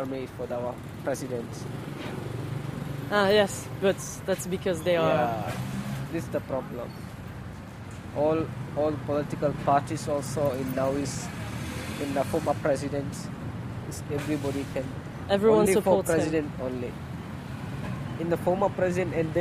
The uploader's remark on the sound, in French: Ils sont allés, chacun de leur côté, glaner des sons dans deux pays au présent tourmenté. Le Népal, pays hautement sonore, dans lequel le micro attrape et piège des kilos et des kilos de sons, cloches, musique, klaxons, prières... Enregistré en février 2013 à Katmandu, Boddnath, Baktapur, Patan et Tapoban.